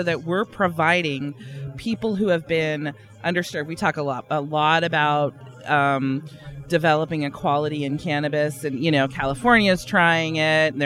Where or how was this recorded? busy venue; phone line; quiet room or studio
busy venue